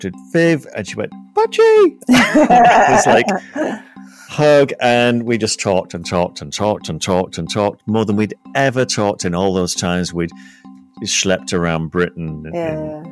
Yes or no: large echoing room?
no